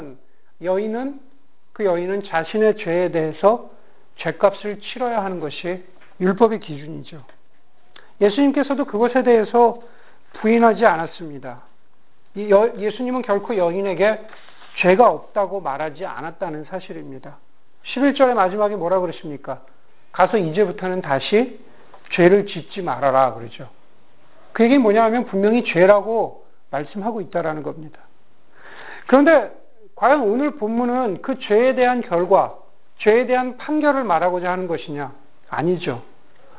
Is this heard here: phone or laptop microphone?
no